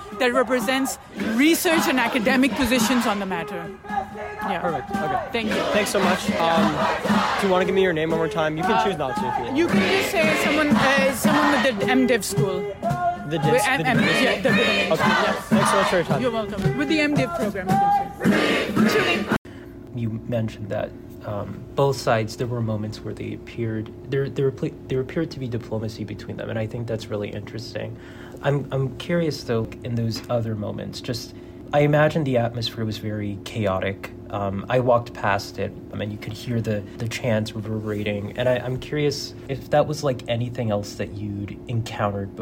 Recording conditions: outdoors